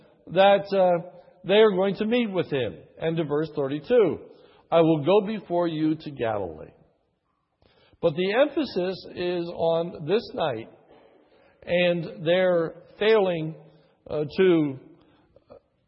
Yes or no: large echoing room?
yes